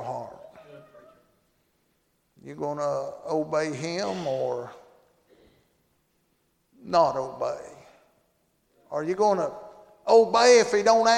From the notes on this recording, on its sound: Monday Evening service at Calvary Baptist